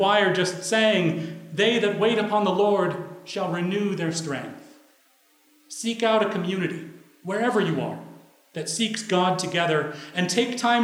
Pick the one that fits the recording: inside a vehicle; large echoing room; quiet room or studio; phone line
large echoing room